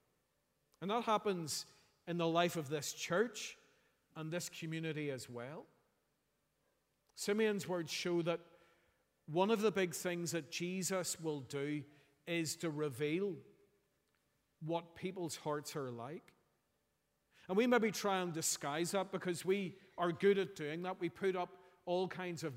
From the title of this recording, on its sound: Sunday 31st December 2023 morning service